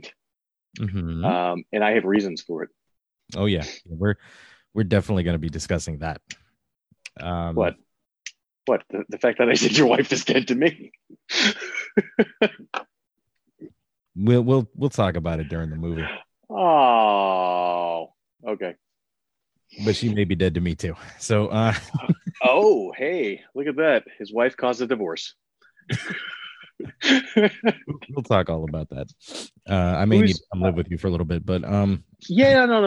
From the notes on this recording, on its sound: This entire audio file is ripped from the Zoom video of their Facebook Live feed.